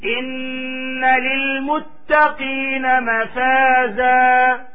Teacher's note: لاحظوا التشديد على النون هذه غنة لابد أن تظهر الغنة